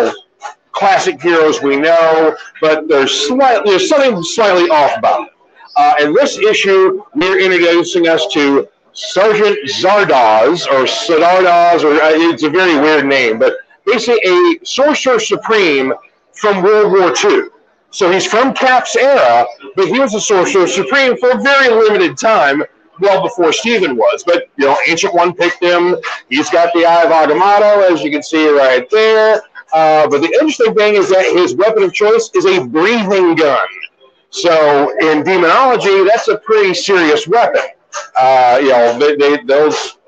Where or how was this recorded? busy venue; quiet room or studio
busy venue